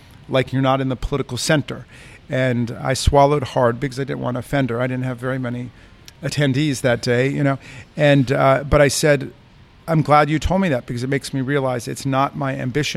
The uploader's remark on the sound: Recorded at Busboys and Poets in Takoma Park.